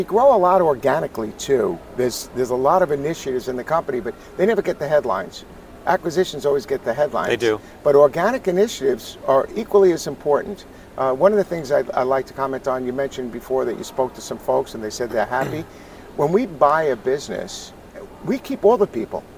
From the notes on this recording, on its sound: taped at ISSA Show North America 2022